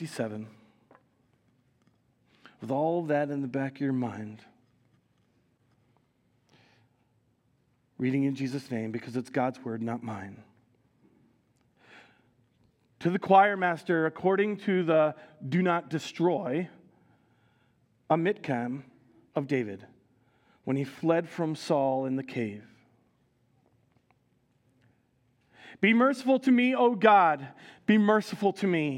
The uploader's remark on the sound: Recorded live at Word of Life Church in Le Sueur, Minnesota, on June 18, 2023